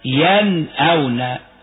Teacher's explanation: الهمز بعد النون الساكنة تظهر النون الساكنة · Term: الإظهار